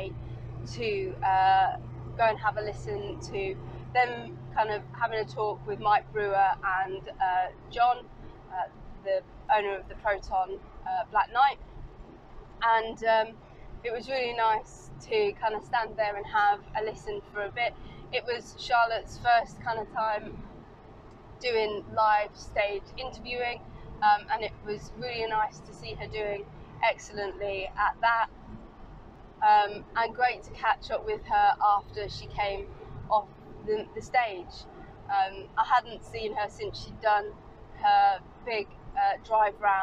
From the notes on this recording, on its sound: all recorded from my 1968 Morris Minor, Peggy